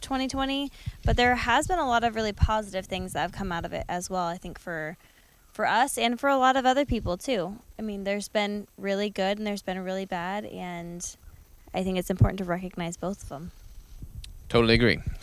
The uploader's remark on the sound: This 300th episode was recorded at my Family Farm next to the river